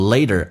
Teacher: 同时 t 要被浊化，在美式发音轻轻的卷下舌头